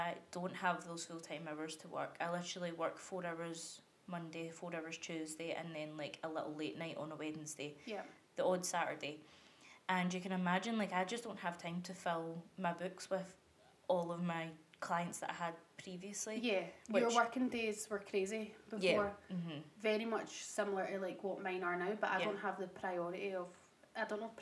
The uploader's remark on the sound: we are still getting used to our mics so please turn your volume up full for the best audio quality